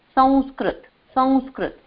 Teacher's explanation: It's just the anuswara, it just hangs up in the nasal area. It does not transform into nga, nya, na, na, or ma.